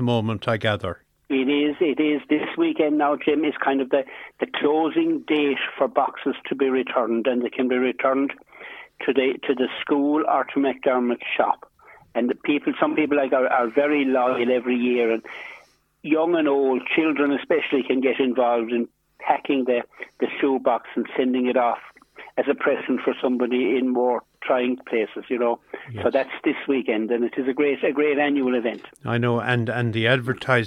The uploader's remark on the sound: is joined on the phone by Whitegate correspondent